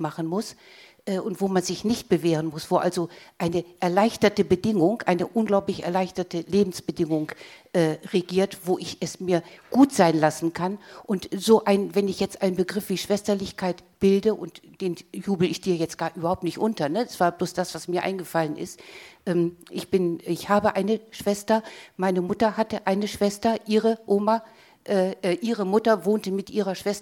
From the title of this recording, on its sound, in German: Publikumsdiskussion